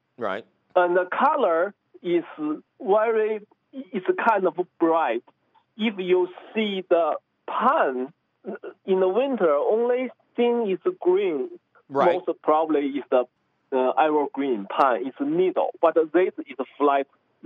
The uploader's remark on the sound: your fabulous phone calls!